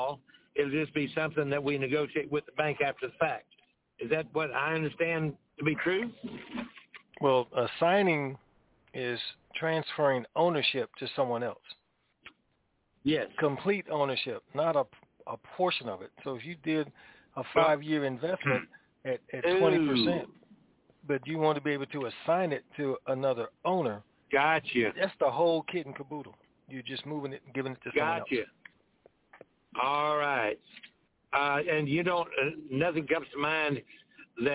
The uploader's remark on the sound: TNTSuperfantastic Conference Call